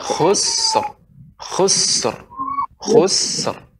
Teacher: sin itu dipanjangkan desisnya.